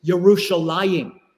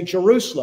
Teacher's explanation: the yuh sound for biblical Hebrew eventually was changed in English to a J sound